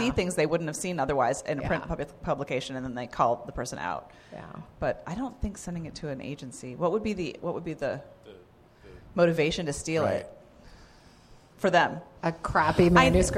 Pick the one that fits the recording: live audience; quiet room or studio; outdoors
live audience